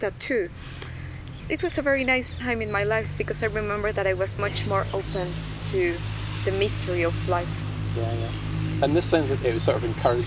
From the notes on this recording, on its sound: Recorded in a very lovely garden in Mexico in 2019, with nature sounds all around. Recorded at Chintamani Retreat Centre, Mexico 2019.